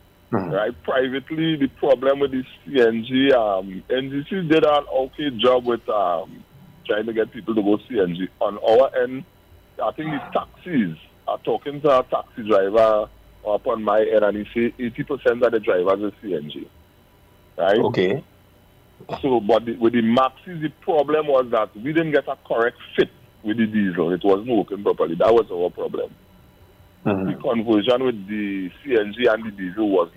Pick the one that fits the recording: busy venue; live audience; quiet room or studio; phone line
phone line